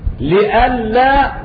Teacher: أبدل الهمزة المفتوحة بعد اللام المكسورة أبدلها ياء خالصة